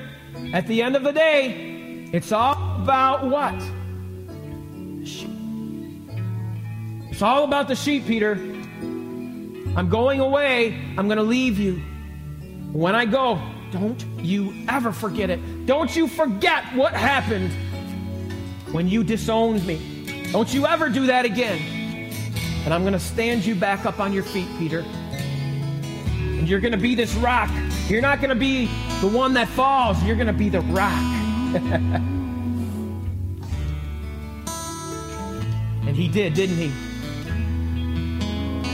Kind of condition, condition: setting, large echoing room